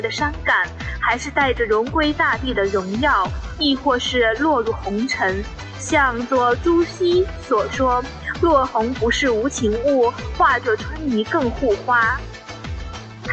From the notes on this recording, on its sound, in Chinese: 没带着任何笔、纸、录音设备，只对着一部手机来为您播送。在太阳岛的对面，在松花江边。